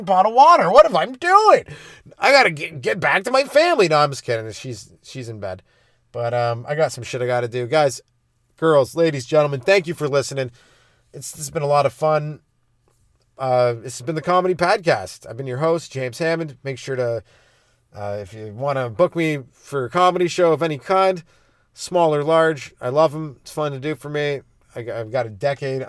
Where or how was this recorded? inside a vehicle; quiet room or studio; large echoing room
inside a vehicle